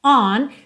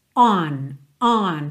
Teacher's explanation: você já faz o formato mesmo do O, on, só que ele é super nasal, é mais aberto, não é uma letra O, O, O, O, é on, on. · Term: a preposição on